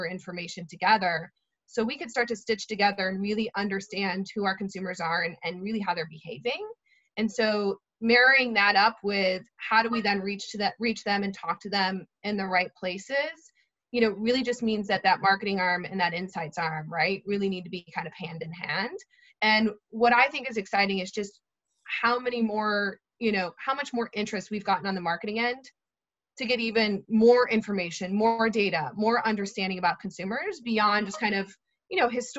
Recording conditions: video call